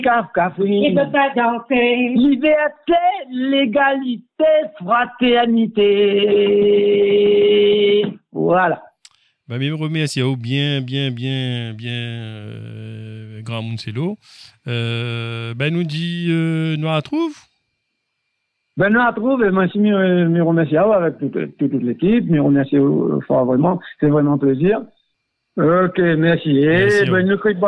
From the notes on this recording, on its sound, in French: par téléphone